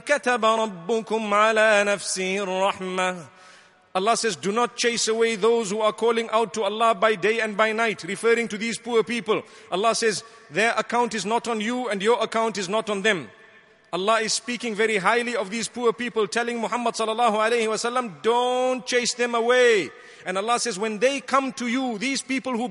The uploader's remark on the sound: Delivered at Tuanku Mizan Zainal Abidin Musjid